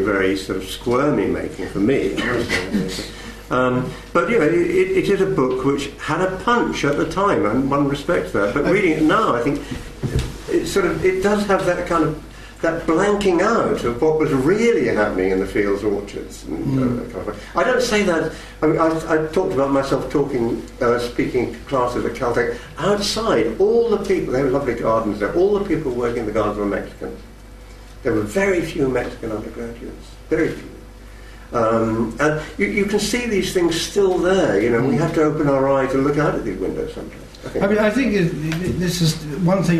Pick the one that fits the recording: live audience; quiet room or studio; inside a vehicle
live audience